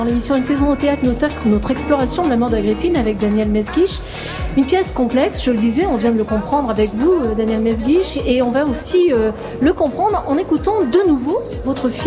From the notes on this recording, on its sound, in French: C’est en direct depuis le Salon du Livre à Paris que nous ouvrirons notre émission.